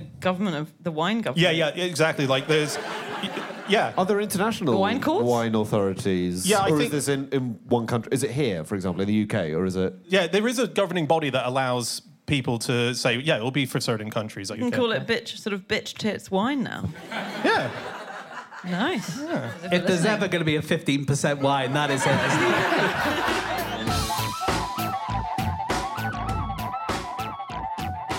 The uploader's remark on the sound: In a Christmas special, live from the Soho Theatre